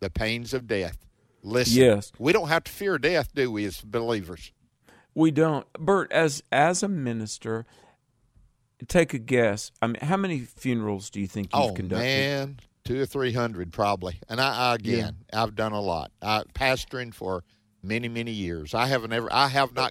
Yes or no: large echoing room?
no